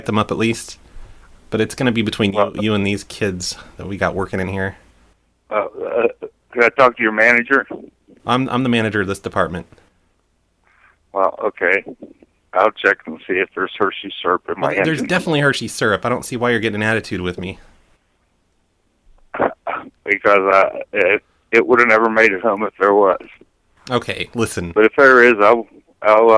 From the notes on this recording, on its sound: Prank Phone Calls